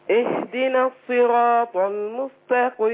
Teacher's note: والقاف عندي مكسوره فهي ضعيفه جدا وبعدها هي في ادنى مراتب التفخيم